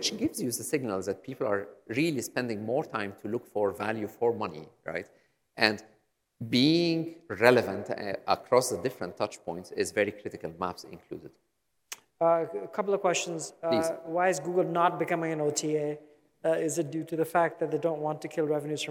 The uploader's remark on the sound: on stage in Dubai at Skift Global Forum East this December